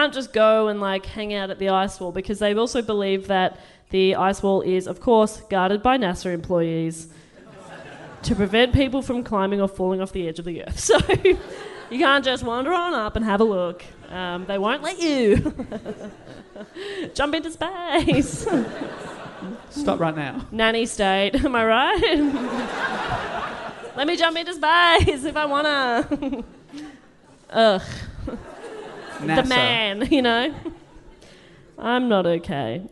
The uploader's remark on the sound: Recorded live at the Giant Dwarf Theatre in Sydney, this episode was so much fun.